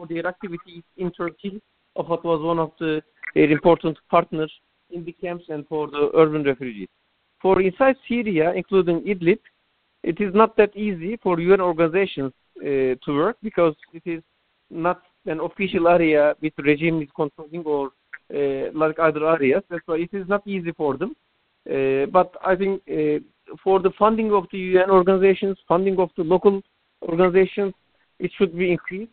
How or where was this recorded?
phone line